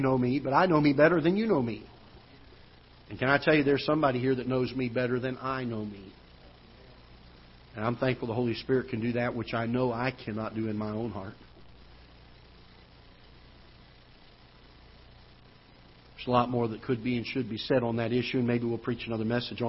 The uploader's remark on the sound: Ketha Heights Baptist Church ~ Live Broadcast